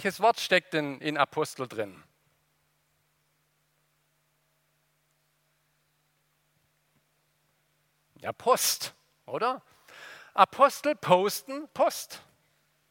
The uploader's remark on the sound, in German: aus dem Gottesdienst der Liebenzeller Mission